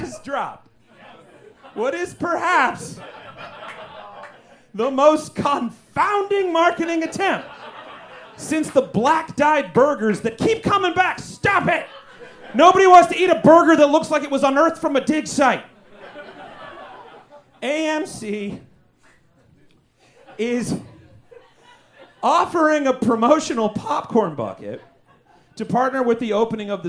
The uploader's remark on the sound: Recorded LIVE at Chicago’s Historic Green Mill Lounge on February 3rd 2024 for The Paper Machete